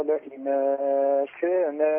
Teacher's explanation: النقل نقل حركة الهمزة إلى الساكن قبلها في لئن